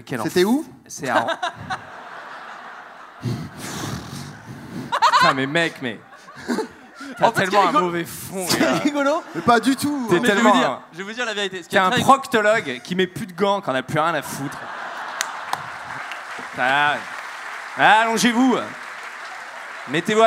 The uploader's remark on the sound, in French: En Public au Bataclan